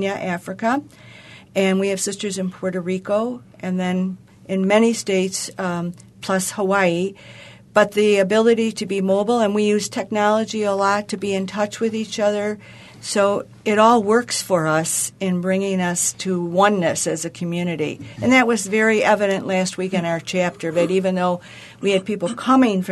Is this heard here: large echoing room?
no